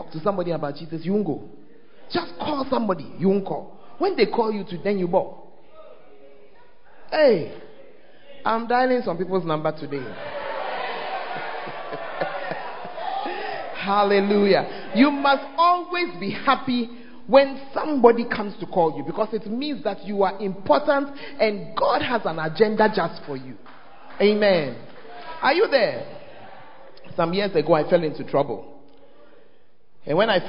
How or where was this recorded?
large echoing room